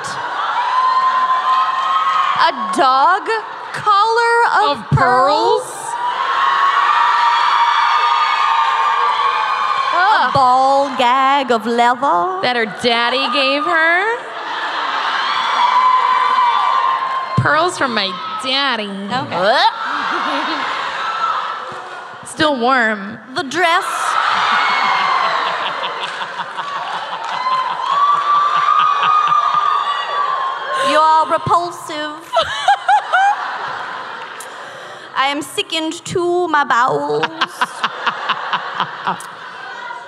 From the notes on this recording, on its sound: Live from Dallas. Dallas LIVE.